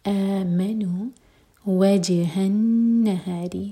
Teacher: جیم پر قلقلہ اور نون پر غنہ. وجہ النہاری ہا لائٹ مد طبعی دو حرکہ لمبا.